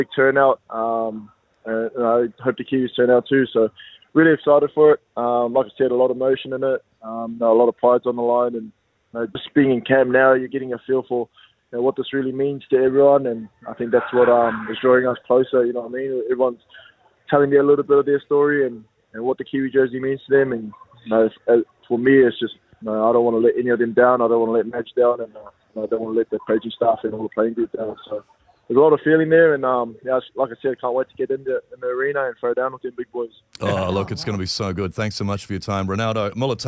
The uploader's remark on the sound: We are joined on the phone